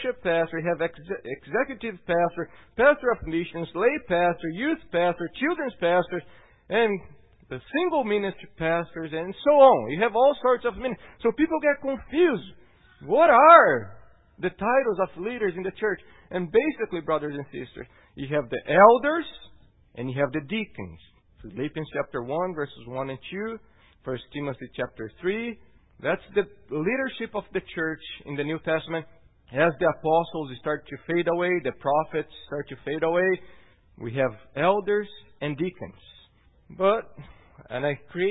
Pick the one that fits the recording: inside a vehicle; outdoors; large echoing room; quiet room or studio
large echoing room